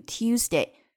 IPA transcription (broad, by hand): 'tjuːzdeɪ